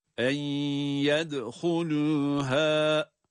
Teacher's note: Bir elif miktarı uzatarak durdum çünkü burada normalde ha'da bir elif miktarı uzatma var.